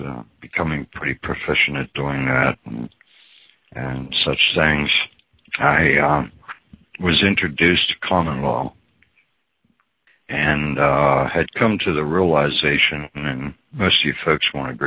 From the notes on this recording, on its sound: Audio call from around 2014